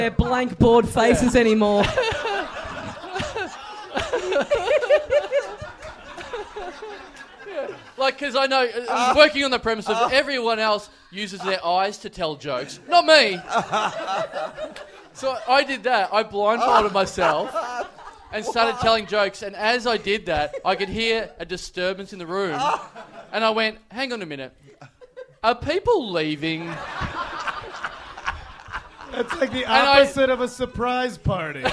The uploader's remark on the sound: Recorded LIVE at Five Boroughs in Melbourne.